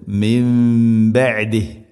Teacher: സുക്കൂനുള്ള നൂനിന് ശേഷം ബ വന്നാൽ ഇഖ്ലാബ്, നൂനിനെ മീമാക്കി മാറ്റണം. അതാണ് ഖുർആനിൽ ഒരു ചെറിയ മീം കാണാൻ പറ്റും.